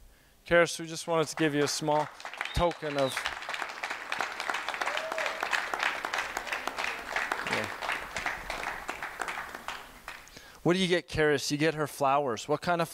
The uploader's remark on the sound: at our December 5 Resurgence Edmonton Gathering